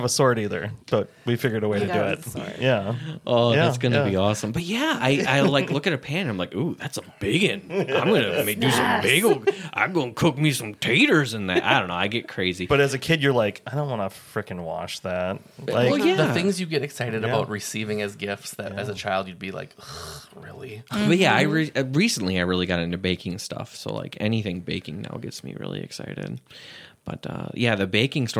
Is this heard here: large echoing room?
no